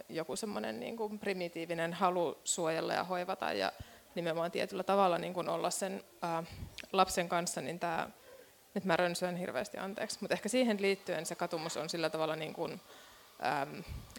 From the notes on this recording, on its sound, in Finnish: Tämä jakso on äänitetty livenä F/Symposium -tapahtumassa.